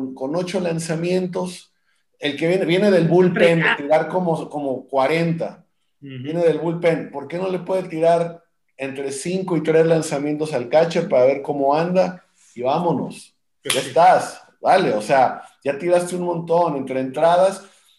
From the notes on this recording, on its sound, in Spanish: de manera virtual, obvio, vía Zoom